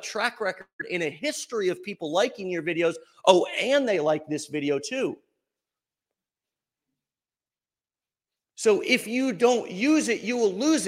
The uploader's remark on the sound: LIVE From Mastermind in Orlando, FL